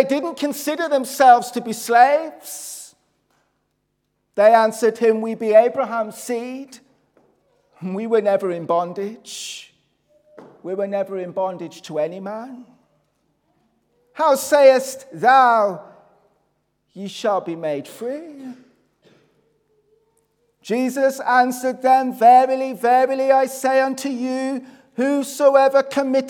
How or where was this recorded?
large echoing room